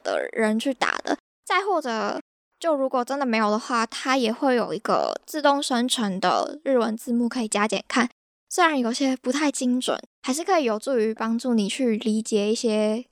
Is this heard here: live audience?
no